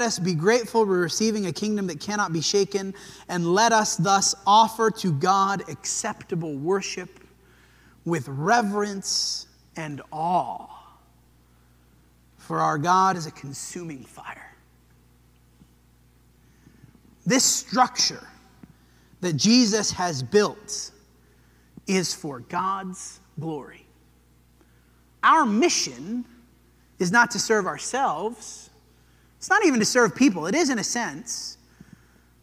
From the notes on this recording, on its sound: This sermon was preached at the Dewey Church of Christ on May 7, 2023.